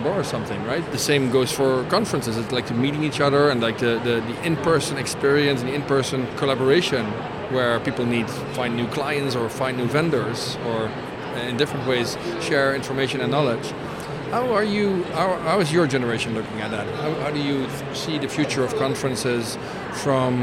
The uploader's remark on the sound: Live from #IMEXAmerica